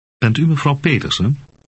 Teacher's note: Note that the voice of the speaker goes up at the end to indicate a question.